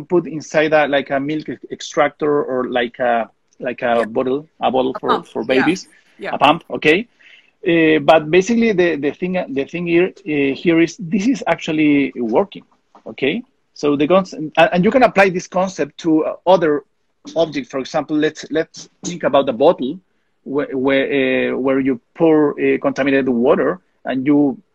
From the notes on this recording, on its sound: This podcast is a recording of our weekly Instagram Live interview